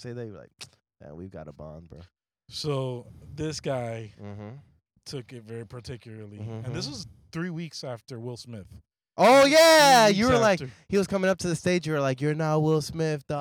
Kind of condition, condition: setting, inside a vehicle